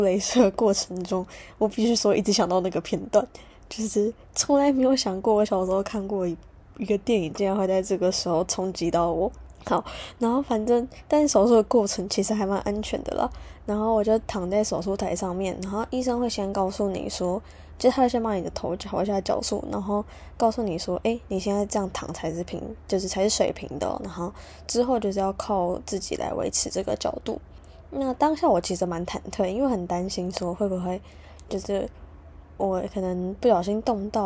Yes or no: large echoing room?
no